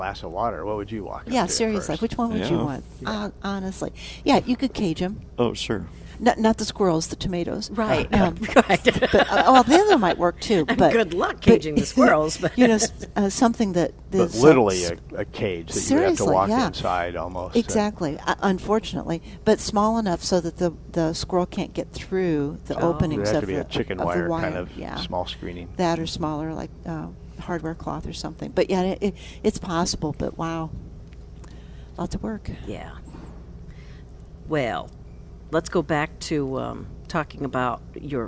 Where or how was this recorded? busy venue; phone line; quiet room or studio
busy venue